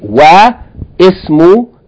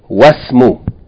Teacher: We're not going to say wa ismu, we're just going to say wasmu. We're going to join it directly to the first letter of the seen with sukun and drop the vowel of hamzatul wasl. · Shown in: second take · Hamzatul wasl is still written here, but its vowel is not going to be written and its vowel is not going to be pronounced.